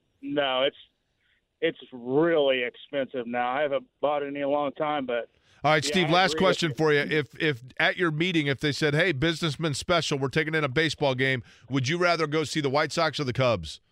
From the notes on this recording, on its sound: As people continue to call